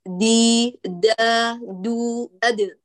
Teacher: مجهورة الدال حبيبي، لا تفرق بينه وبين التاء